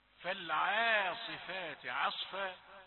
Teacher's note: نحذر من أن يتفخم حرف العين لمجاورته للصاد المفخمة